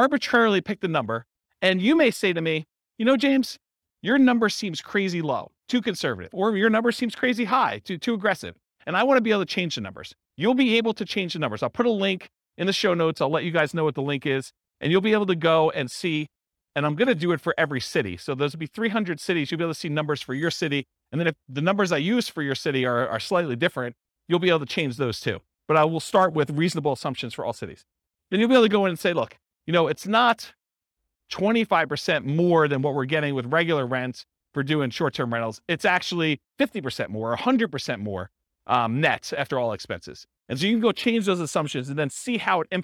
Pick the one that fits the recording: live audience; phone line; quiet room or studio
live audience